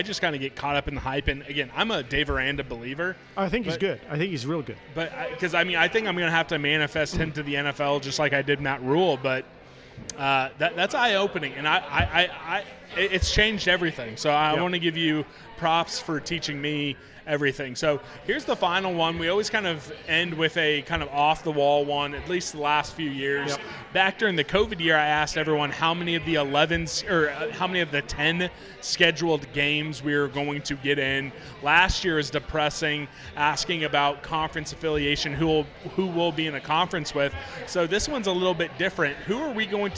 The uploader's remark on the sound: live from Manhattan Brewing Company